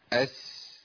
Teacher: لان السين حروفها ايه؟ ضعيفه، فيها رخاء وجريان صوت وفيها همس جريان نفس، فالصفير فيها اضعف شويه